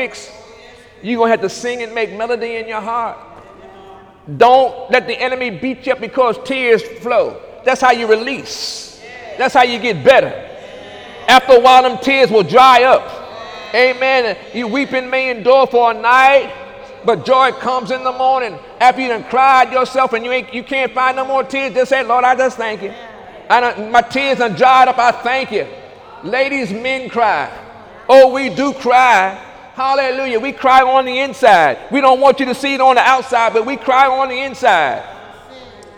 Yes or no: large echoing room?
yes